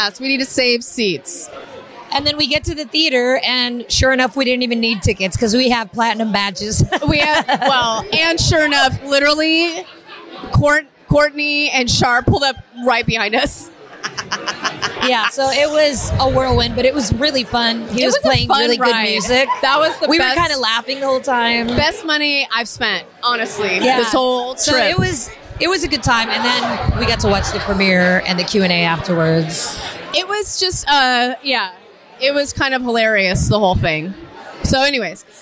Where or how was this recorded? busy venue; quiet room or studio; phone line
busy venue